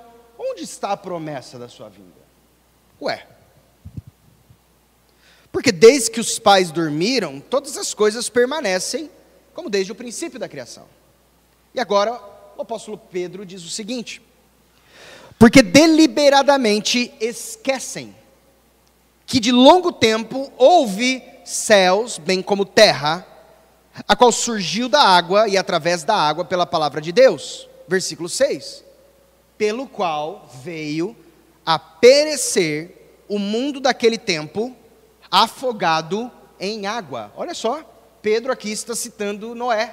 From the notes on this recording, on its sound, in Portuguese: gravado em 23-01-2022 na Igreja Evangélica Batista em Campo Grande-MS